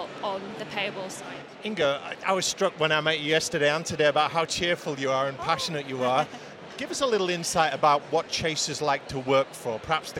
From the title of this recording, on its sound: Event Special - Accountex 2023 Live Interviews